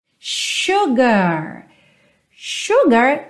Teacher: lembra sempre que esse S vai ter som de X, ok?